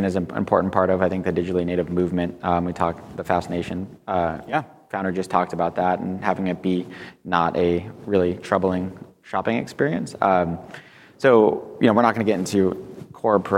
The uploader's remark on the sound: His interview was recorded live at the Modern Retail Summit, held in Palm Springs last week.